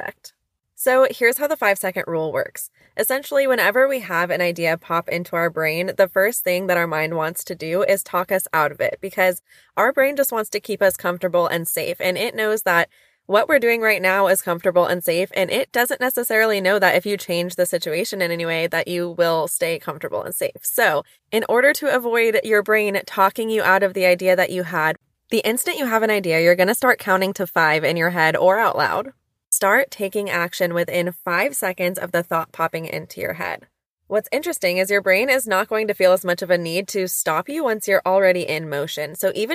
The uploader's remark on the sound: I recorded this one from my car!